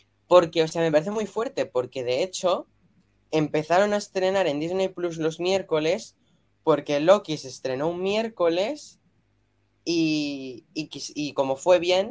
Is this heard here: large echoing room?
no